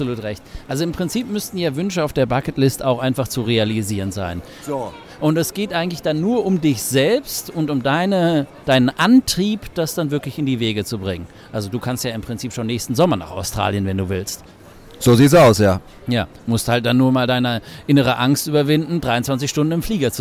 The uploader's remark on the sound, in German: Live vom Weihnachtsmarkt